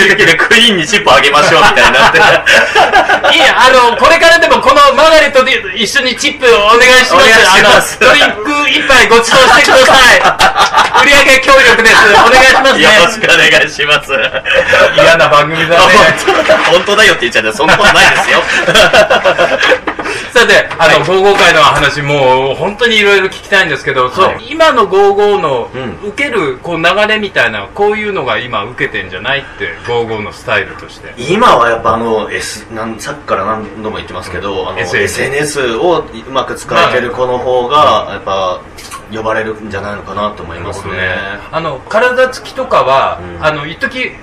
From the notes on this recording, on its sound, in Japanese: 新宿二丁目ALAMAS CAFEにて公開収録したものを編集しております。途中、会場の都合上、製氷機の音やお客様の声が入っております。機材マイクの関係で音量にバラつきやハウリングがある箇所がございます。